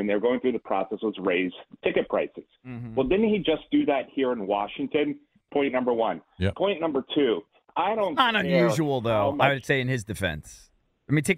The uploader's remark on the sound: take callers